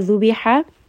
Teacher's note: That again is going to be from the tip of the tongue. Ha is going to be from the middle of the throat